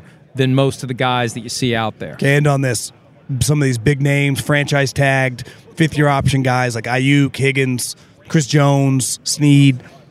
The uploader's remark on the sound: Live from the NFL Combine.